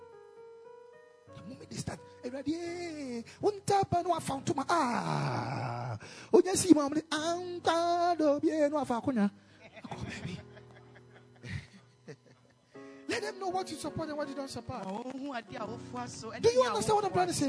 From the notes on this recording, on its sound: Preached at the Royal Service.